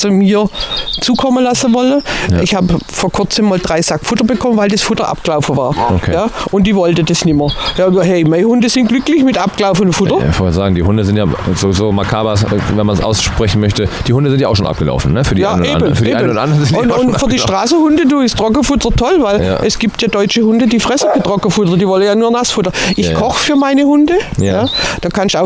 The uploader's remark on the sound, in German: live aus dem Garten